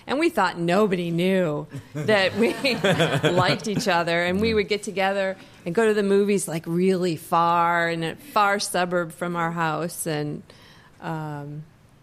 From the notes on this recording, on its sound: Live from the San Francisco Pen Show 2019.